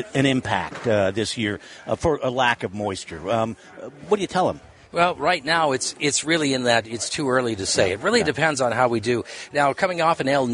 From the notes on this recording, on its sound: Voices of Montana LIVE from the MATE Show.